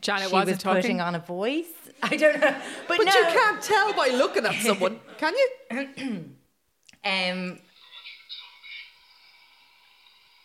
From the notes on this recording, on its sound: We did another live show!